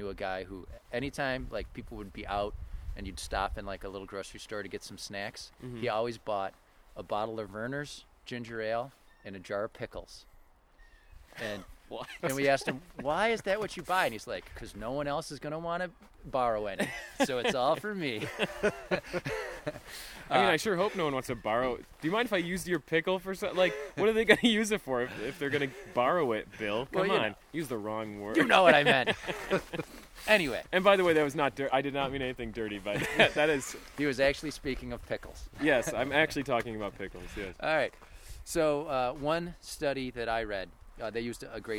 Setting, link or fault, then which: setting, outdoors